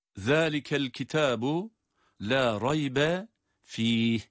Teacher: ذَٰلِكَ kelimesindeki zal harfinin peltek olduğunu artık hepimiz biliyoruz